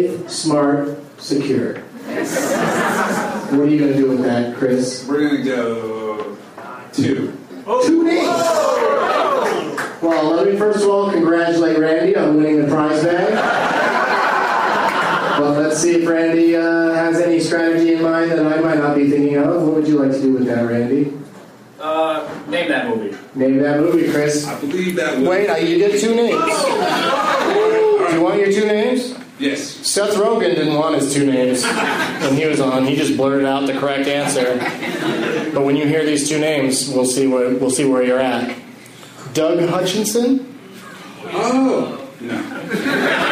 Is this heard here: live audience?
yes